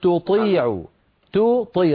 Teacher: رقق التاء وفخم الطاء